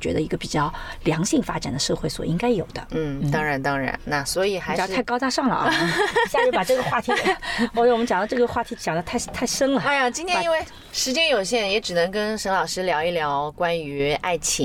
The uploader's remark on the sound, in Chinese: 这期节目是在车内完成录制的，音质居然相当棒了。